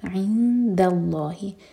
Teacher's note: عند اللہ، اگین عین حلق سے اور دال کے لیے اخفا. عند اللہ، دال کو لائٹ رکھیں گے، آگے لامی جلالہ ہیوی ہے